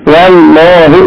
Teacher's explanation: ان الواو تكون مرققه